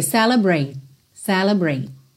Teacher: Pode ser até que você nem ouça o T.